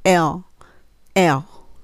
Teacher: ベロの先を上の前歯の裏側にちょっと当てる感じで、L って音が止まるんですね